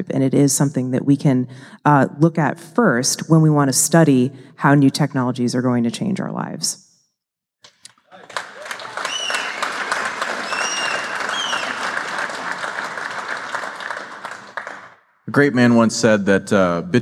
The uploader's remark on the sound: In-person and uncut episode recorded live at the Music Box Theater in Chicago, IL along with 700 of our closest friends. This episode was recorded live. Along with all the member of the audience who asked questions.